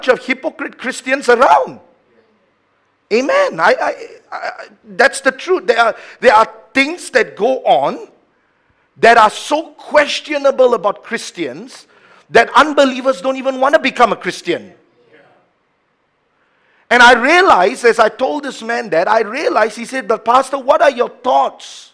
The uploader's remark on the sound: A message preached during our Sunday Morning service